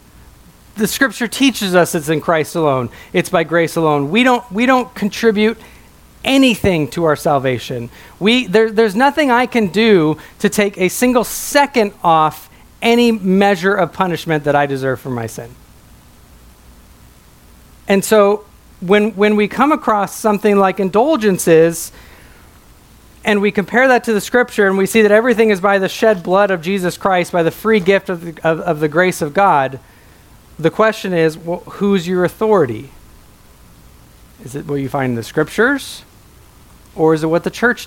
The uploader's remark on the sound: a sermon preached at my home church